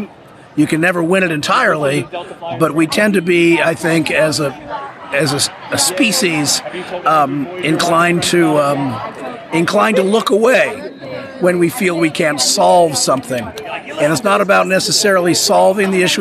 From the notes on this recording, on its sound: Live from Destination Star Trek London 2021. Billed as Europe’s largest Trek convention.